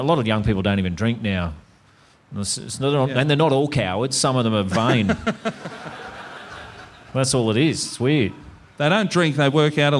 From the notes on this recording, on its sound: LIVE IN HOBART. The boys are back in the Apple Isle for a ripping live show at Hobart Brewing Co.